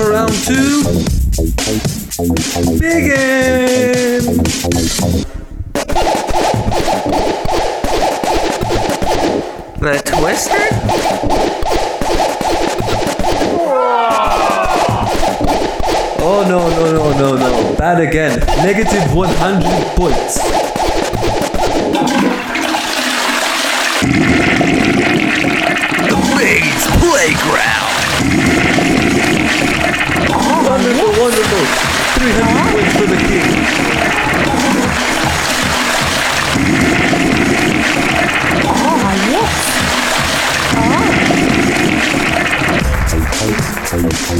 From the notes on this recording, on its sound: Event Announcer: DJ Battle 2015! (Audience Applauds).